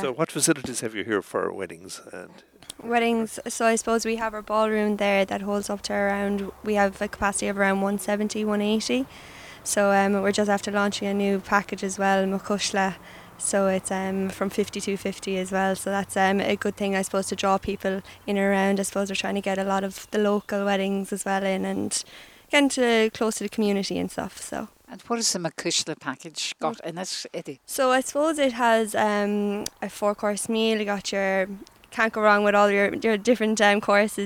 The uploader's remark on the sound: Broadcast live from the Killaloe Hotel and Spa.